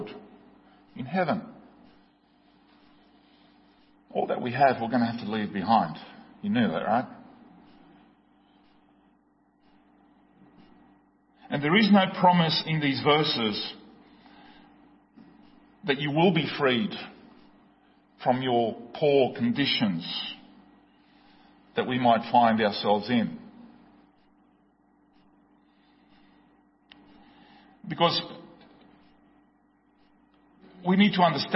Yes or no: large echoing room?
yes